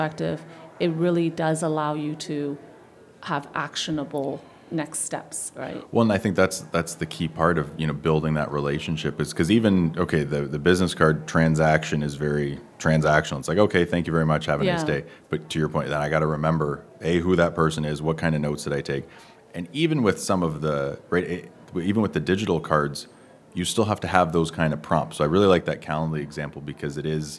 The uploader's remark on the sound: Live from the 2023 CEWIL Conference